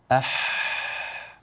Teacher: الحاء هكذا أح، صوت ممتد صاف واضح يخرج من وسط الحلق